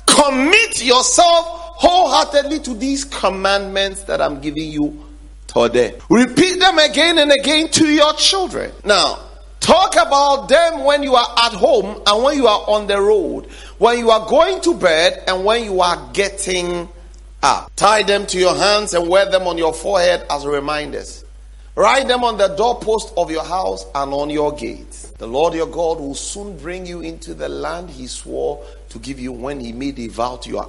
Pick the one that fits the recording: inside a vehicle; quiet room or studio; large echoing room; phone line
large echoing room